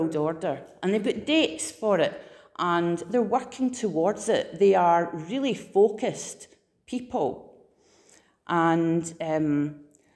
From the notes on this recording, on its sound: Preached at Living Fountain 31st October 2021